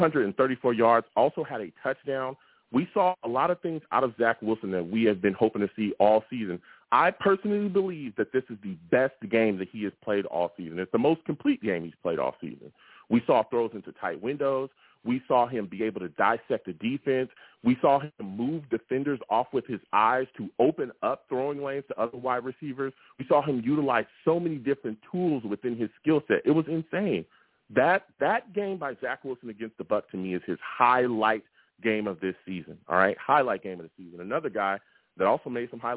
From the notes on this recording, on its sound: I also take live callers!